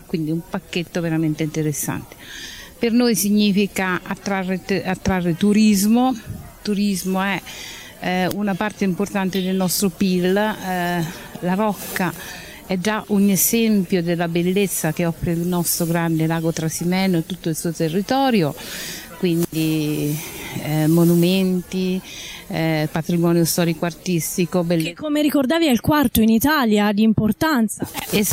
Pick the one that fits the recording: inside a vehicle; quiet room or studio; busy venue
busy venue